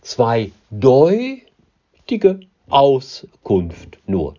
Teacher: Da sieht man, dass auf die betonte zwei unbetonte Silben folgen · Term: Ausrutscher